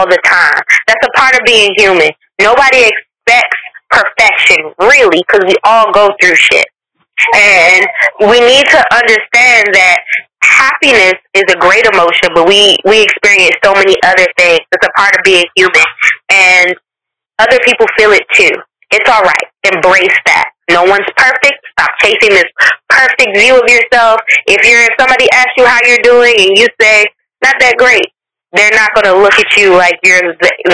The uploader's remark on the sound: This interview is the first phone interview on Live From The Backseat, and we apologize for the audio quality in advance as we work to increase our production quality.